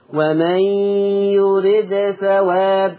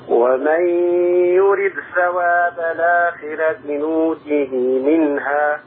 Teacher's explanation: بين أو أظهر قلقلة الدال